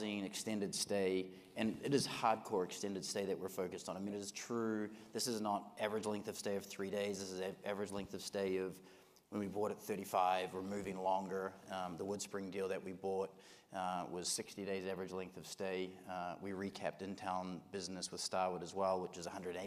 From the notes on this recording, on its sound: One of the most popular sessions held each year at the HUNTER Conference, Wall Street Talks.